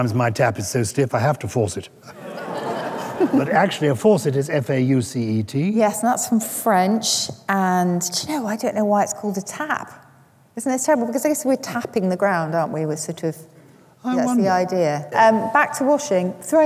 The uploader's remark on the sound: Highlights of the first live show of our 2021/2022 tour. We’re in Bath.